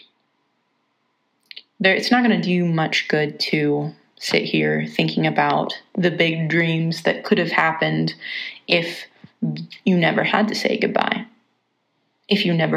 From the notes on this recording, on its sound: Recorded on my phone for the first time, and will be unpacking the mic for next week.